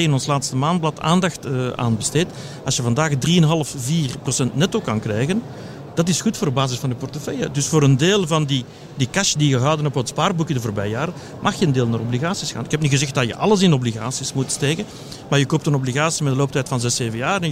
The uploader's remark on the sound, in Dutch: live vanop Finance Avenue